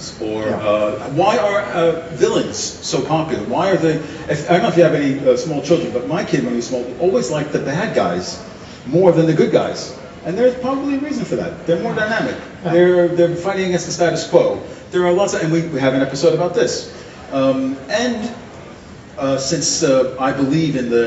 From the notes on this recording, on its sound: this is a recording of our live performance at the Gothenburg Science Festival